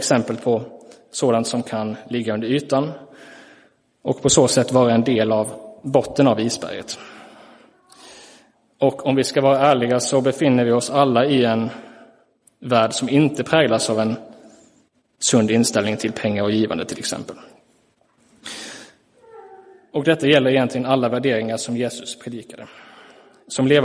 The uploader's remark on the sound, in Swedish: Inspelad i Roseniuskyrkan den 30 juli 2023.